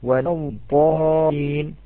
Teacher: يأتي بالضاد في البداية ثم ينتهي إلى حرف الطاء